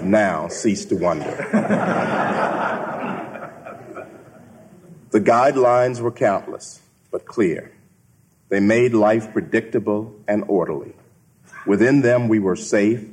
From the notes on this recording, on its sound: keynote address at the Acton Institute’s Fourth Anniversary Dinner.